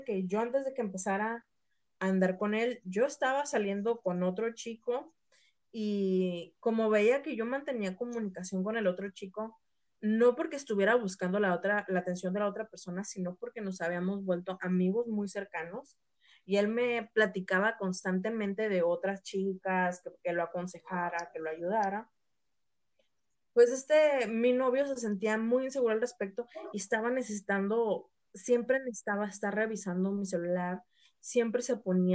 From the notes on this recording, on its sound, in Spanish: EL AUDIO NO ES DE MUY BUENA CALIDAD